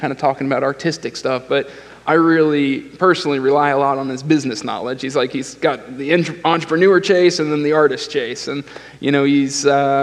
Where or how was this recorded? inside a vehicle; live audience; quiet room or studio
live audience